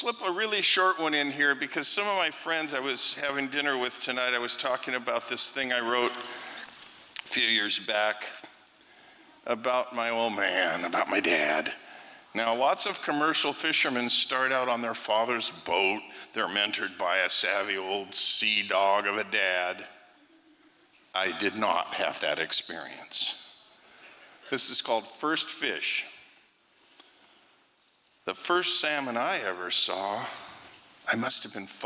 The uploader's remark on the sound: 2023 FPG-Liberty Theatre-Friday Night. Performance was recorded at the Liberty Theatre on Friday, February 24th, 2023.